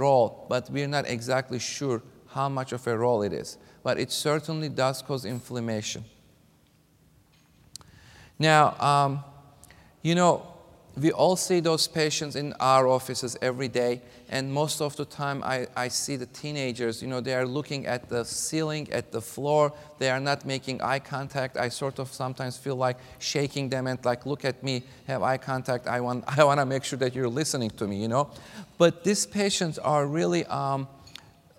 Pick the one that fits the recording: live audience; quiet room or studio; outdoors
live audience